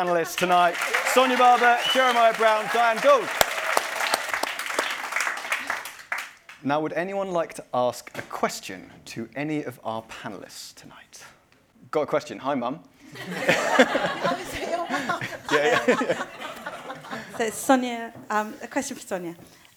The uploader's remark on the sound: Special recording taken in front of a live audience at the London Podcast Festival. In this live episode, recorded in Kings Cross, it felt fitting to focus our conversation on London town.